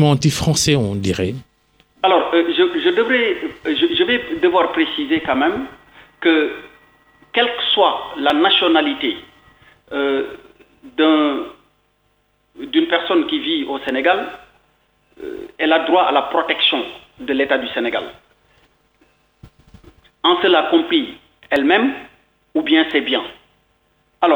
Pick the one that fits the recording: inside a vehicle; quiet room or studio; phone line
phone line